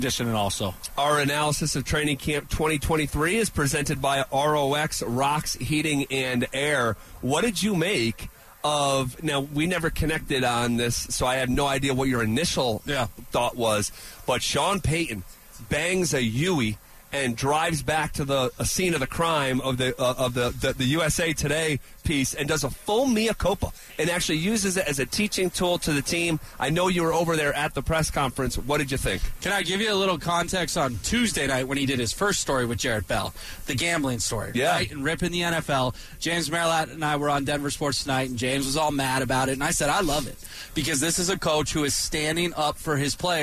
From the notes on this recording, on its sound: live from training camp